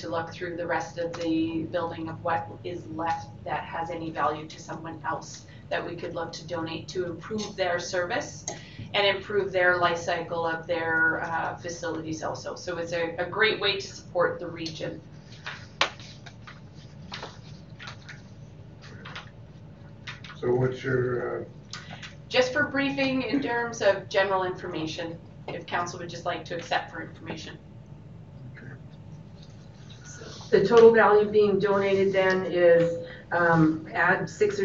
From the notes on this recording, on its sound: Audio recording of the April 8, 2019 Regular Meeting of Peace River's Town Council.